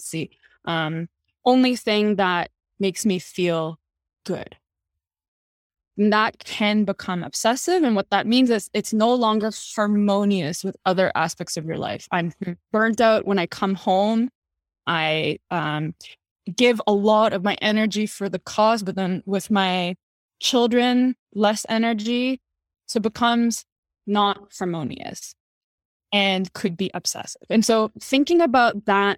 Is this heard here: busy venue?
no